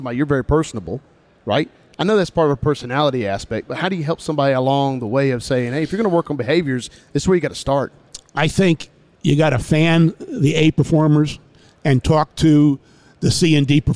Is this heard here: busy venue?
yes